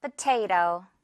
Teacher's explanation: 포 아니고 퍼. 가볍게. · Term: 깃털 발음